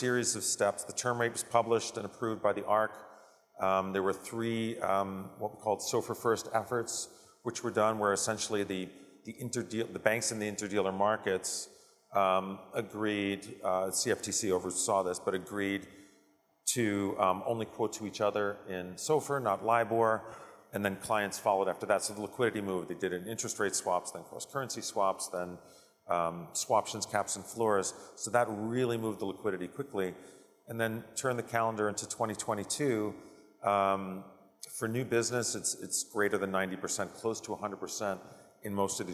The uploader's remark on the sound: A Conversation from SIFMA Ops. Discussion at the 2022 Operations Conference & Exhibition.